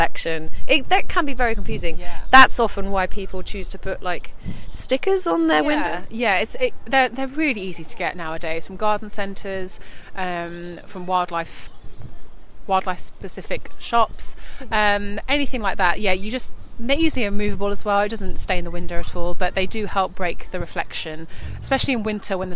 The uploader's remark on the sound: This episode was recorded in Queens Park, Brighton.